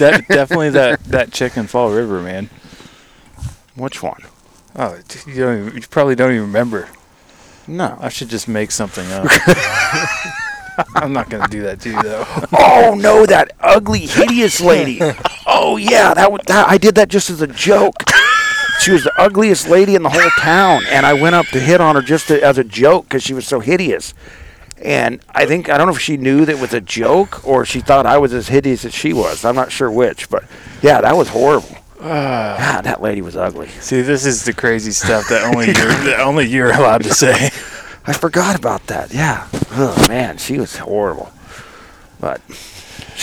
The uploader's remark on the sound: Recording from the blind with left coast waterfowl.